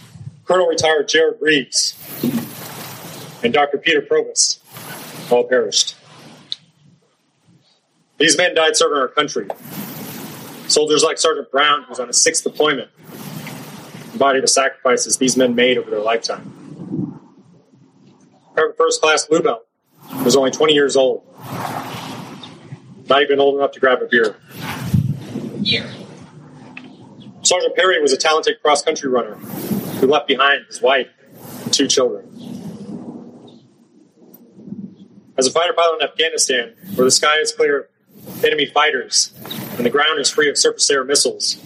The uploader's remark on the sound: It's a speech I gave for Memorial Day. The audio quality isn't great.